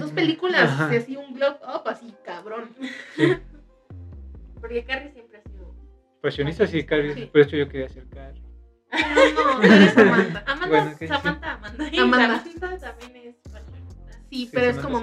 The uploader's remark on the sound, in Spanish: Una disculpa por la fallas de origen, a una persona de este grupo le encanta utilizar iPhone en todo momento y no sabíamos que esto provoco interferencia